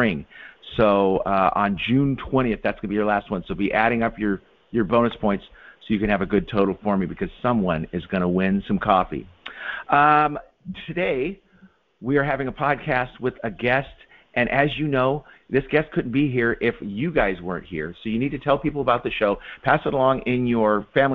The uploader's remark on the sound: The audio is a bit muddy because it was a phone